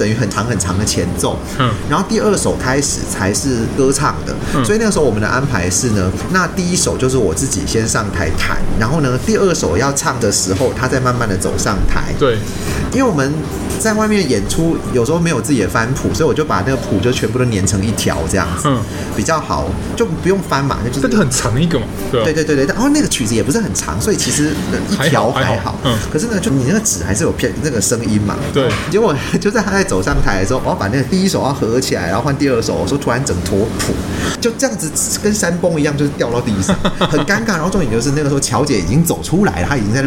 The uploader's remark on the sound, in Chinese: 本集白噪音指數：蚊風級 1/5。錄音地點： BUZZ Cafe & Beer。